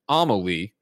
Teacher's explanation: Amelie is pronounced Amelie, emphasis on the first syllable